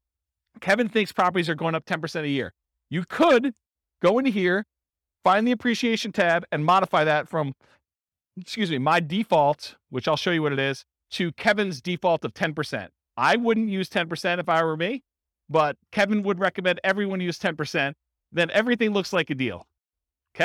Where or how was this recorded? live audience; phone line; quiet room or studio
live audience